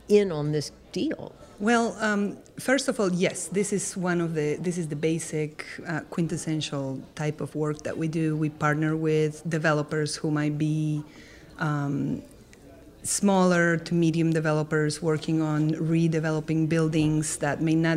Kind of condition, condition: setting, busy venue